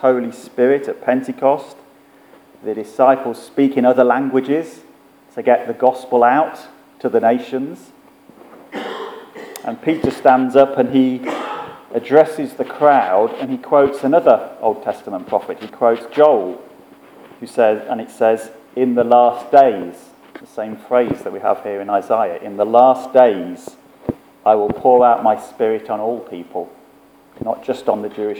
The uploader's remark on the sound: Our sermon from the 9am service